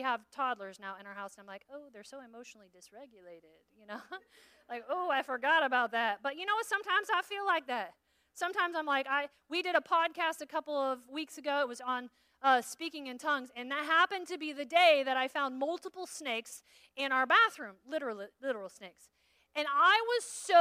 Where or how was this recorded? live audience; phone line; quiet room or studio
live audience